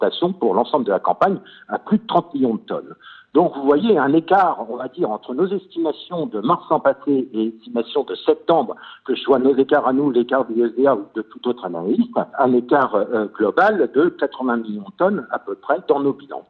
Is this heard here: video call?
no